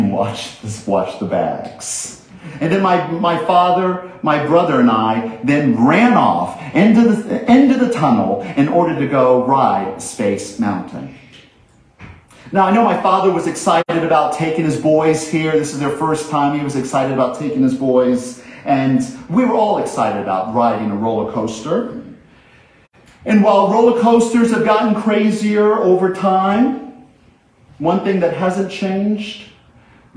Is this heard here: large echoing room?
yes